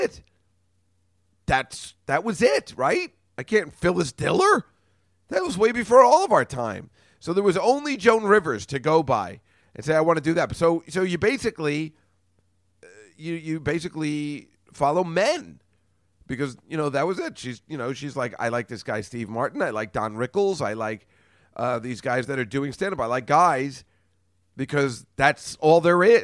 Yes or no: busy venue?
no